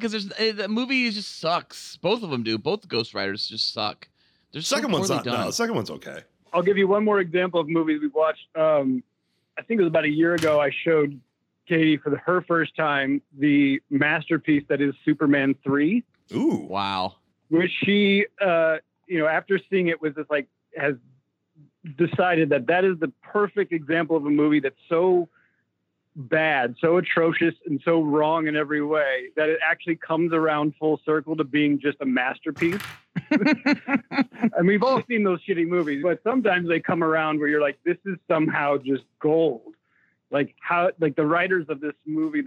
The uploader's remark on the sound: make some phone calls